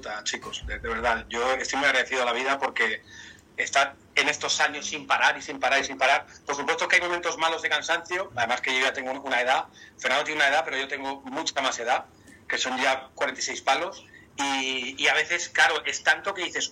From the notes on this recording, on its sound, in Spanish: Bootleg edition. Nos encontramos con un ordenador nuevo, y vemos en pleno directo, que no graba ni la llamada, ni los micros, ni la intro, ni nada. Acabamos grabando el programa poniendo un auricular encima de un movil el cual graba el audio. Disculpad por el sonido.